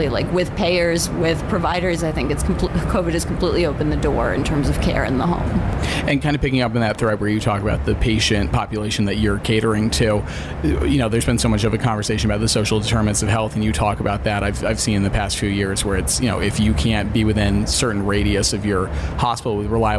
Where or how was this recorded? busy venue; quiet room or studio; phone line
busy venue